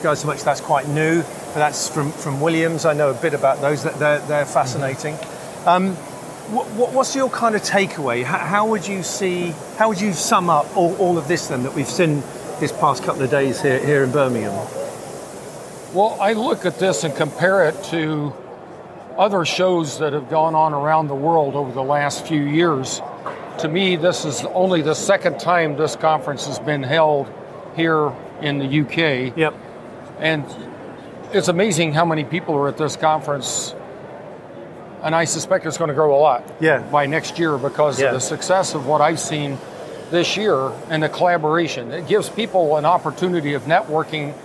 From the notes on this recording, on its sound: A 15 Minute Walk & Talk Episode. This is a 15 minute walk and talk we recorded at the show (initially shared as a video on my LinkedIn channel).